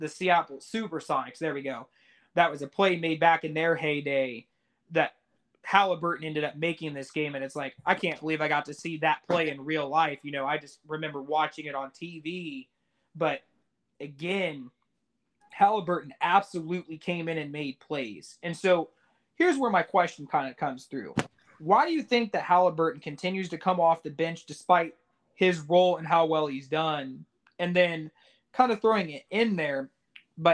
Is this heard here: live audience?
no